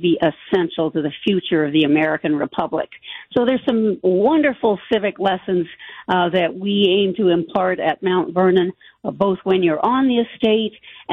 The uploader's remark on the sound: On the phone